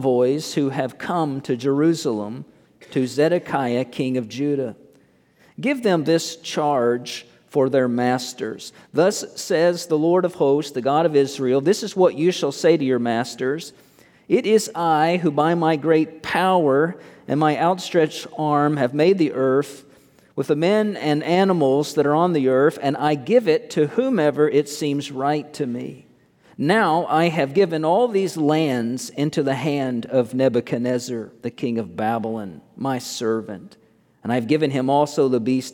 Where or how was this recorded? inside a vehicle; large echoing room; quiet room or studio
large echoing room